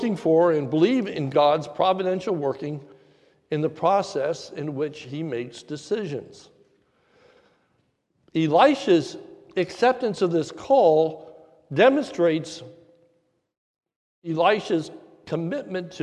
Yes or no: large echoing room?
yes